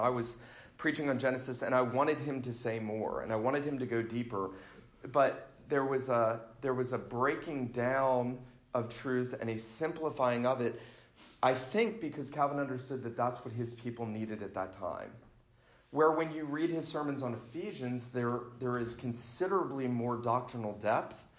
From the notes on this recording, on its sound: This lecture was given for Reformation Sunday at the First Presbyterian Church of Fort Oglethorpe, GA on Sunday morning, October 27, 2019.